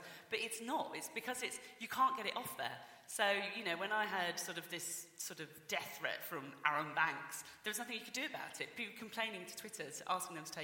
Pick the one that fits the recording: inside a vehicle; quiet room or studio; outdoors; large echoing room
large echoing room